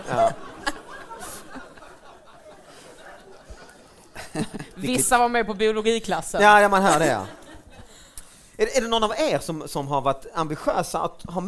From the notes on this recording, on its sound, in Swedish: Live i Stockholm!